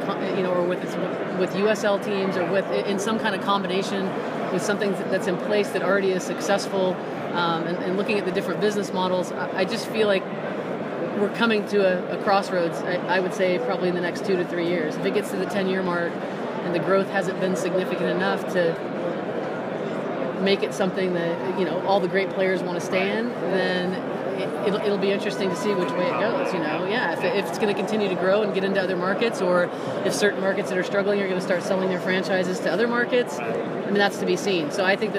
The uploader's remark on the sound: Live from the 2019 USC Convention.